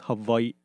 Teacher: there's a thing called an okina, which is like a guttural stop, which is like an apostrophe in before the last I, because there's two I's at the end there.